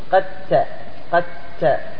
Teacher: ولا تقول قد تبين، لأن الدال هنا ليس فيها قلقلة لأنها أضغمت، أضغمت في التاء · Term: إضغام